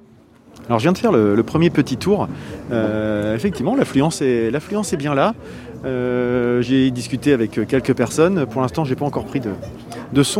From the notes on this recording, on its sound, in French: Cette année, en raison des conditions sanitaires, nous n'avions pas de studio sur place. Un festival qui, une fois n'est pas coutume, s'est déroulé en extérieur. Au lieu de faire venir les personnes à notre micro, d'aller tendre le micro là où se trouvent les différents intervenants du festival.